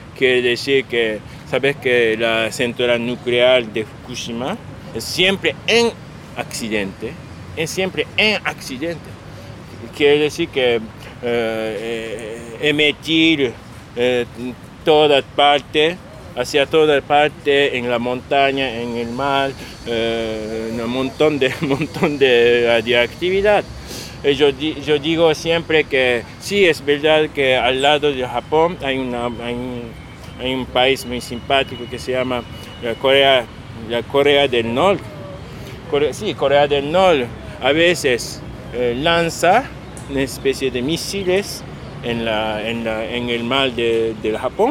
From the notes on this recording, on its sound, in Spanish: Nos juntamos a charlar en Parque Centenario, donde los pájaros hicieron la banda de sonido en vivo y no cobraron por ese trabajo.